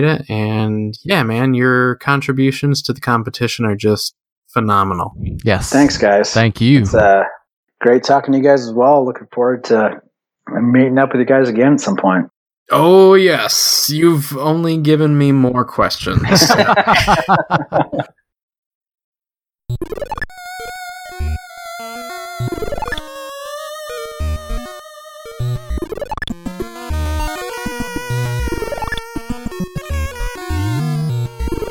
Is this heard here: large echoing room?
no